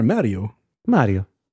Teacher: They say with the rolling R